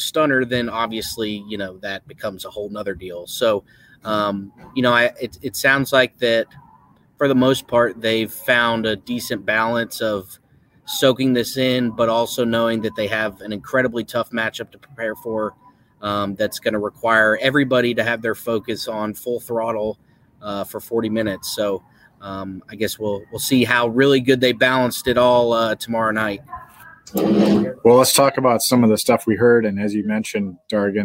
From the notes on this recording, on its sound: Live from Dallas. Live from American Airlines Center in Dallas.